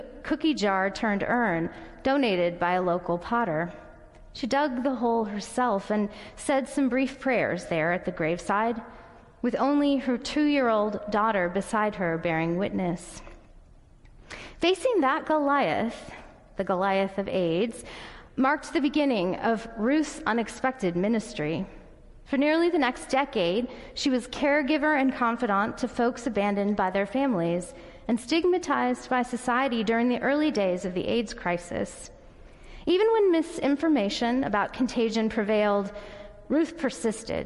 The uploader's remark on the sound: Audio recording of the sermon in Ellis Hall